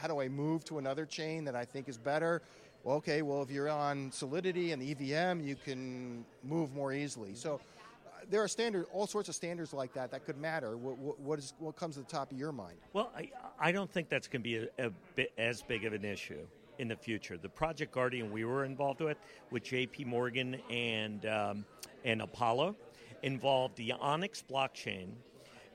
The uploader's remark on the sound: video podcast interview recorded during the Institutional Digital Assets Forum event in Boston on December 4th, 2023